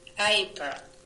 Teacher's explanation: the back of your tongue dropped down a little bit too far to give us an ah, and then going up to the E. So you have the second half perfect.